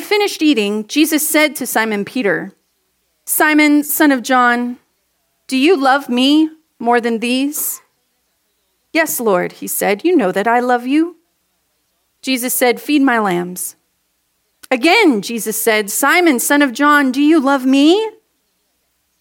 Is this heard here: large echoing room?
yes